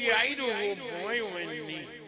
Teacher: بيضم الدال ضمة كاملة